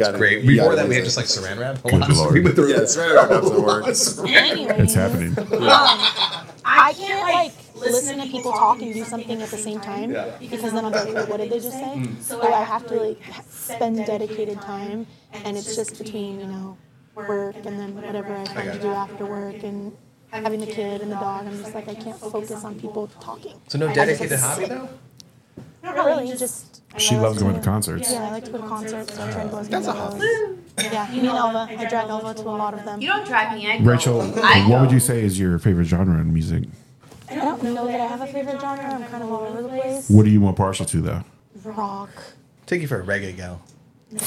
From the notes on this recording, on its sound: We do a post-brunch episode. The audio in this podcast features new technologies that are still in beta testing, as such you may experience a drop in the usual quality of the 'cast. These are known issues and we apologize in advance.